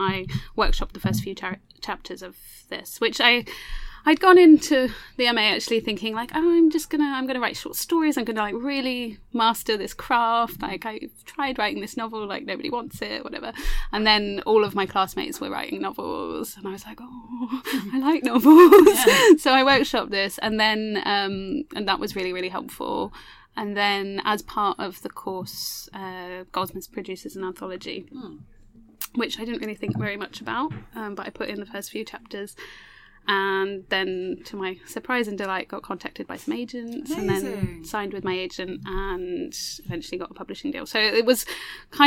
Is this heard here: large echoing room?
no